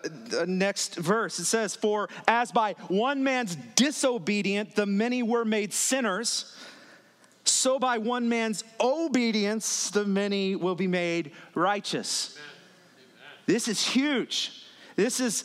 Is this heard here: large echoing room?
yes